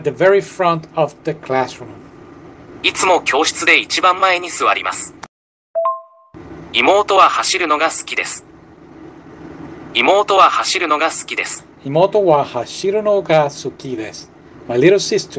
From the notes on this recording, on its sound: audio is bad